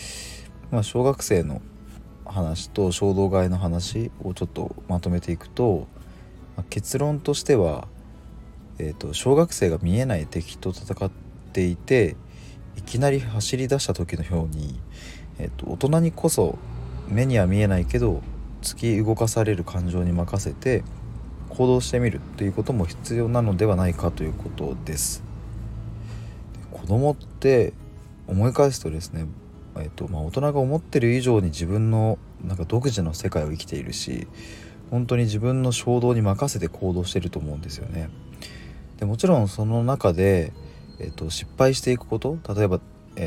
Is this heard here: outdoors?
yes